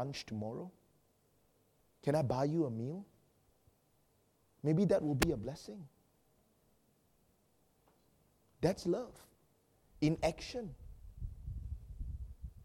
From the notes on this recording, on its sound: preached during our Sunday evening service